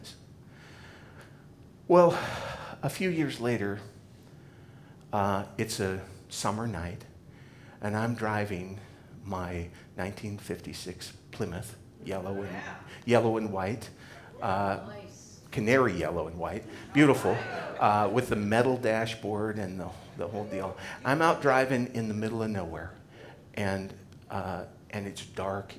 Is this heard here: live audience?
yes